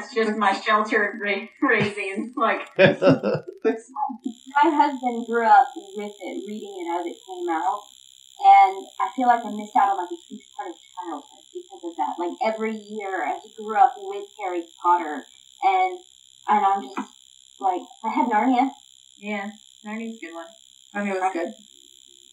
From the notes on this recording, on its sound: I always prefer in-house podcasts because of the chemistry in the air but we had a great conversation using Zoom.